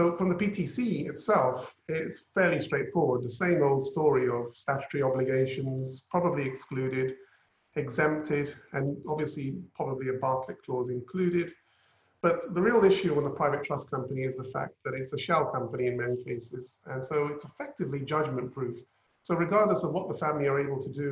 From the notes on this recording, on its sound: Webinar audio recording